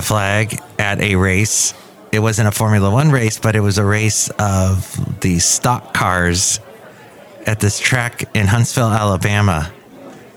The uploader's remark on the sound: podcasts live from Café Anyway